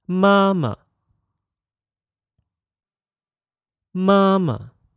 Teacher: the first ma is first tone, and the second ma is neutral tone